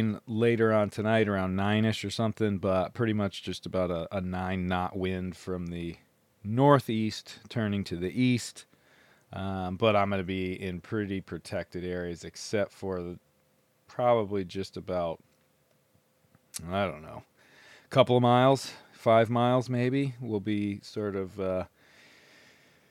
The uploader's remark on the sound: Intracoastal Passage from Oriental NC-Belhaven NC. I figured I would do a little recording will in transit through the Intracoastal. Sparrow is a blue water boat.